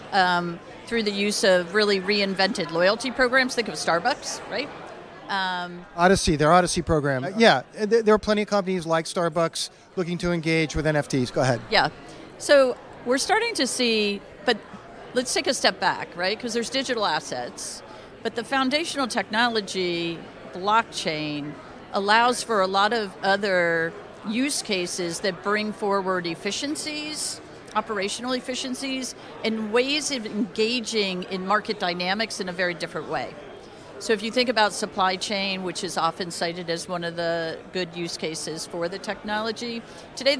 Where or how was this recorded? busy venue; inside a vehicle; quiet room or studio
busy venue